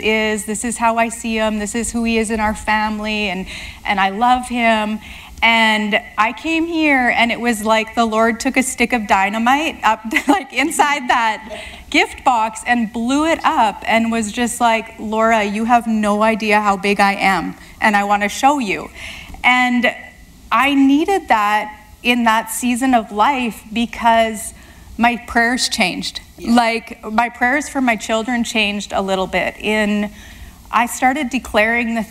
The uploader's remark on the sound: live at Victory Church Grande Prairie